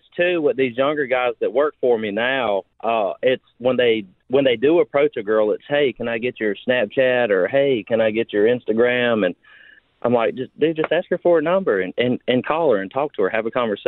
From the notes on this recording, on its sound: Open Phones